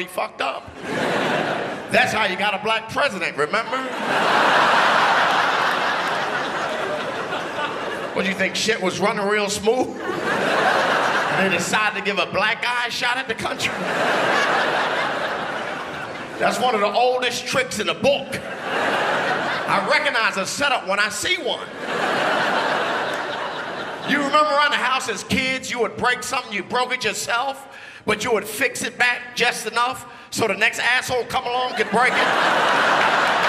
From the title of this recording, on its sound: 2012 Melbourne International Comedy Festival Gala